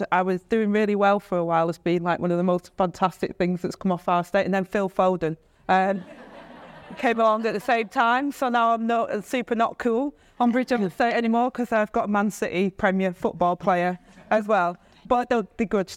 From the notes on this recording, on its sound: A live event hosted by The Global Institute for Women's Leadership at King's College London. In this episode, you'll hear that conversation, recorded live from the event.